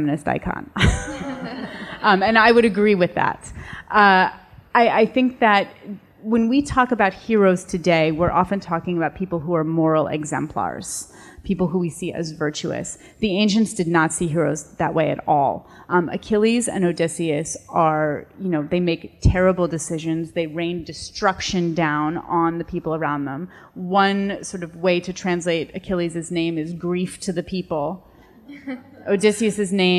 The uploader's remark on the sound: In this live episode of the Fiction/Non/Fiction podcast, recorded at the 2018 Miami Book Fair. In this live episode of the Fiction/Non/Fiction podcast, recorded at the 2018 Miami Book Fair.